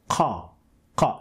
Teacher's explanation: the lips are a little bit going up and down as if you're pronouncing an O sound. Ka, ka. Not exactly O, but it looks like that.